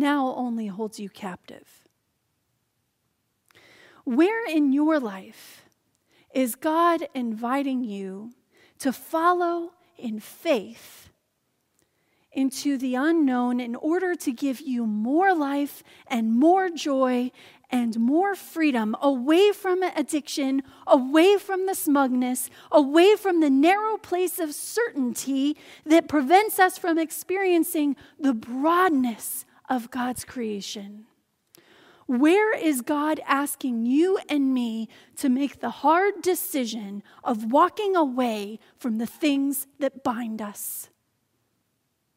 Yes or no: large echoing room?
yes